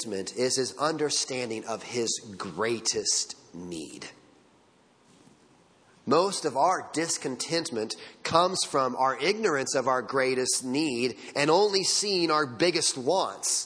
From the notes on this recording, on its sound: Sunday Morning Sermon Audio